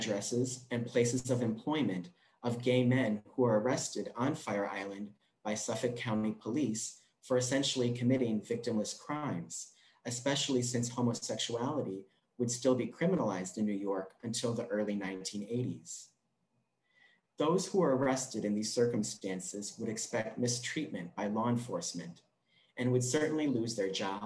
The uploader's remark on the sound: This recording features the reading and reflection from our Sunday service in celebration of LGBTQ+ Pride.